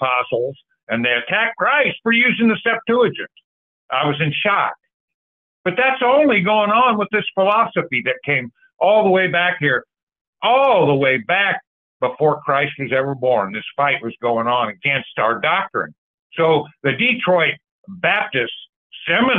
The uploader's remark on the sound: Call In Bible Study